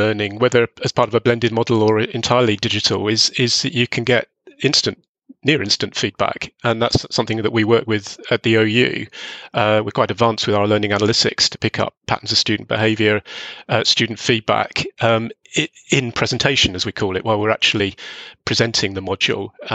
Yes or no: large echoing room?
no